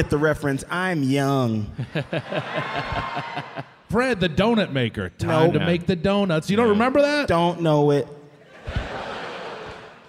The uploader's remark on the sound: Recorded live at The Riviera Theatre in Chicago on June 24, 2023.